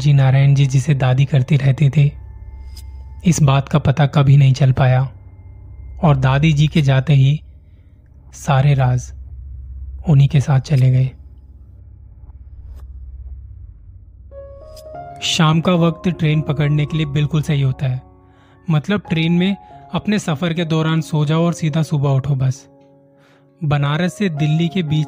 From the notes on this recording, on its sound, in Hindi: ye recording direct mobile se ki thi, isliye audio quality itni sahi nahi hai